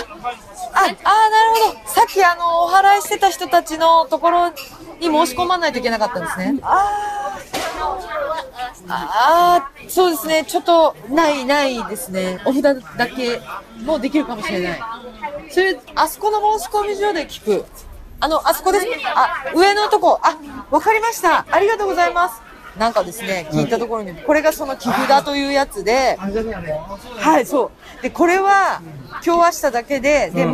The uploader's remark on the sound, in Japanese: 初の街ブラ収録です！浅草浅草寺のほおずき市に行ってきましたー！！ほおずきのオレンジと風鈴の音色に癒されました。